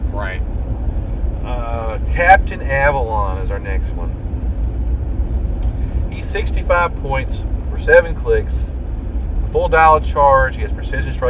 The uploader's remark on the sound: Note this EP was recorded in a moving vehicle, audio was the best we could do.